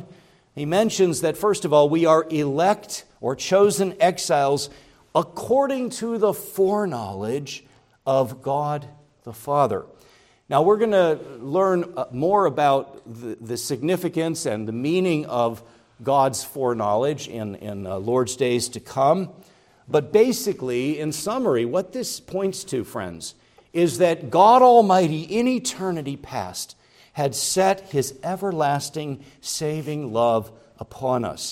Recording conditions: large echoing room